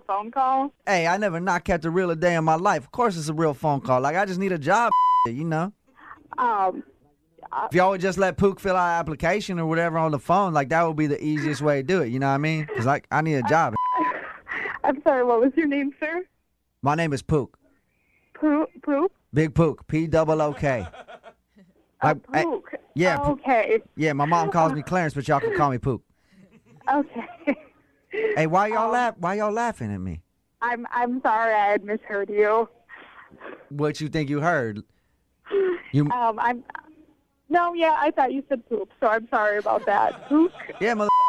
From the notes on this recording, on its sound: Phone Tap. Calls Starbucks.